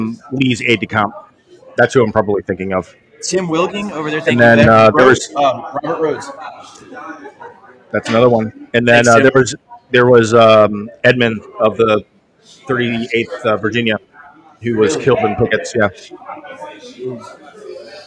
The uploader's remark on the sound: History Happy Hour Live at The Pub